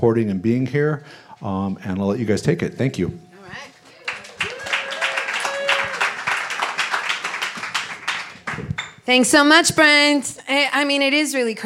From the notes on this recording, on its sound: It’s the first Idea Fountain episode we’ve taped in public with an audience at The Bungalow in Santa Monica